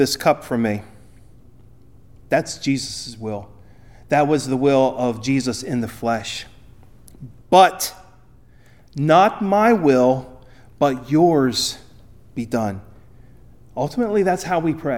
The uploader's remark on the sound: Recorded at Ebenezer UMC on February 4, 2024